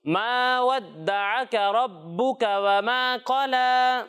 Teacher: قاف کو ہم موٹا پڑھتے ہیں اور کاف کو باریک کر کے پڑھتے ہیں